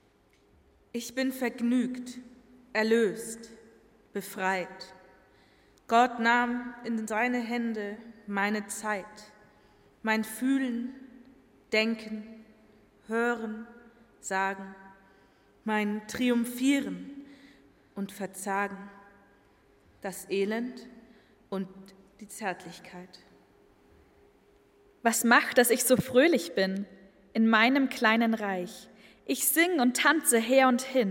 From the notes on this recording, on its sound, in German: Live-Gottesdienstübertragung aus der Jugendkirche LUX in Nürnberg